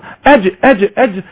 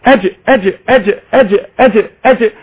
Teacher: هذا حرف الجيم الهزة في الأوتار الصوتية زي ما احنا شايفينها. وأيضا الجيم تتميز بصفة القلقلة، الاضطراب، تحريك الصوت بعد حبس الصوت بعد النفس